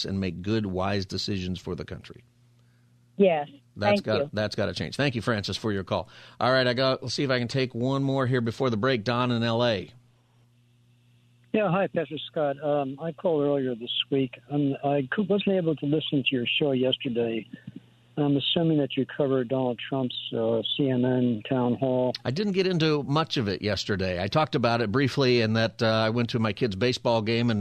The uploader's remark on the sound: Open Phone Friday